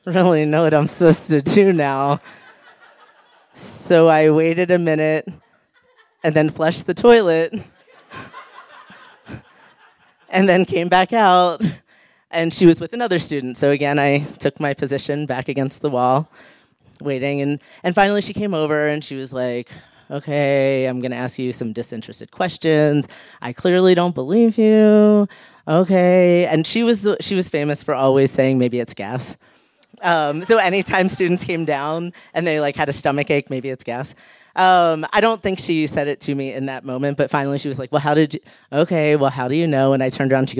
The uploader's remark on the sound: recorded live on 11 April 2017 at Buntport Theater in Denver, Colorado